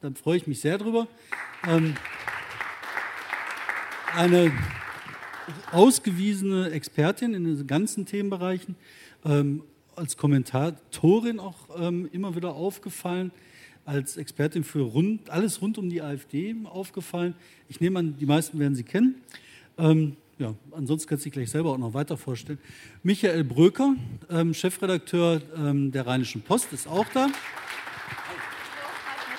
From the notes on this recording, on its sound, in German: im RP-Zelt beim Campfire-Festival in Düsseldorf